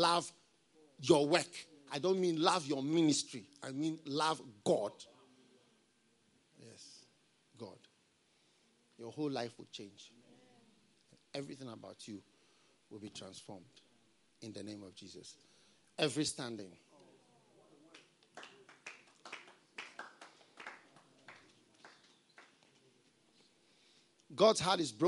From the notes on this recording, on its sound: Preached at the FLOW Service, First Love Church, Accra.